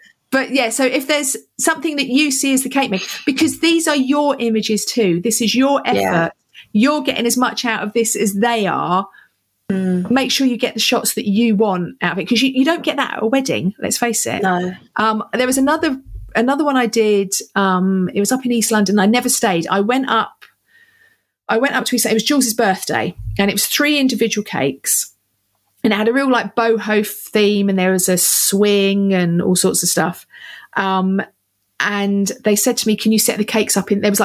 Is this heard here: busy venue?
no